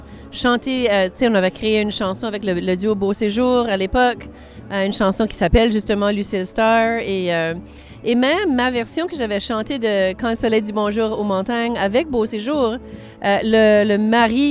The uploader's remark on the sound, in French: En direct du Festival du Bois 2023! Écoutez des entrevues avec les musiciens, artisans, spectateurs et bénévoles.